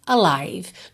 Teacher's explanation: esse A inicial, ele tem que aparecer, mas ele não tem ênfase, tá? Você não diz alive, alive.